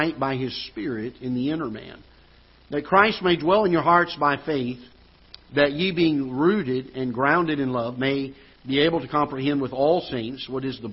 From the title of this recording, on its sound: Ketha Heights Baptist Church ~ Live Broadcast